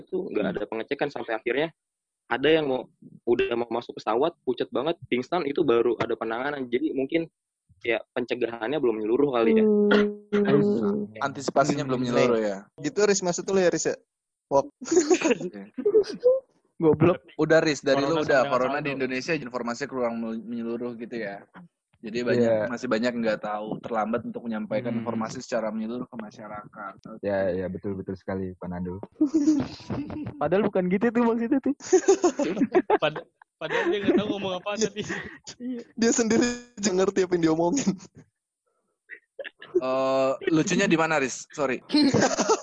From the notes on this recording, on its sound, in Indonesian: Menggunakan aplikasi Zoom kami coba-coba taping podcast dari rumah. Audio hasil recording by zoom, agak kresek-kresek harap maklum, gunakan earphone untuk kualitas maksimum.